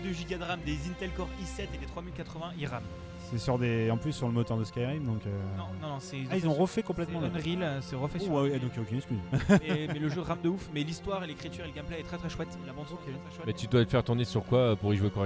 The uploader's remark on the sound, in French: Enregistrement pirate à PodRennes 2023. À PodRennes 2023 pour enregistrer un peu dans un coin ce nouvel épisode de Blind Test!